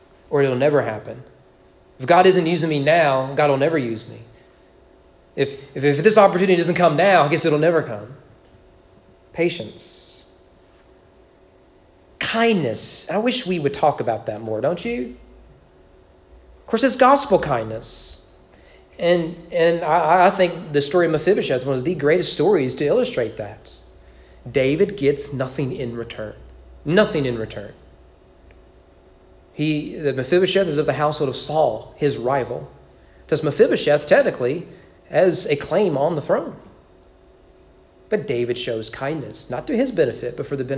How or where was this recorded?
large echoing room